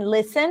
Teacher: for the light L, there is clear contact between the tip of the tongue and the upper palate